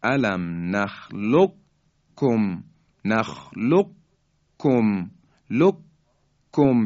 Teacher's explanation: قاف در کاف ادغام میشه و ما کاف رو مشدد و محکم بیان میکنیم. الم نخلقکم، قاف در حقیقت ادغام میشه در کاف.